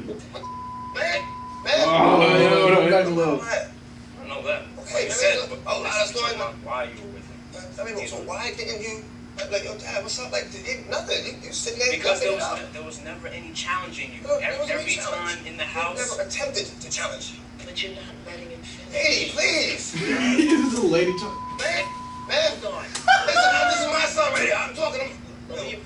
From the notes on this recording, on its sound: excuse the audio quality, we were working out some kinks with our interface